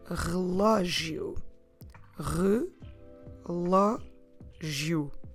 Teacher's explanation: The stress is on the lo, because we have an accent there.